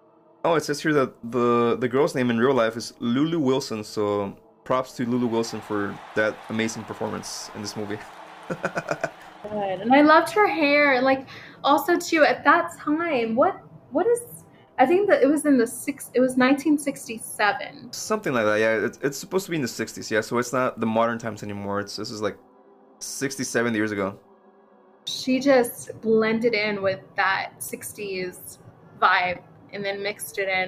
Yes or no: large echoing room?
no